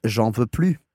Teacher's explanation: the ne disappears, or the N apostrophe just usually tends to be forgotten, omitted, and is j'en veux plus.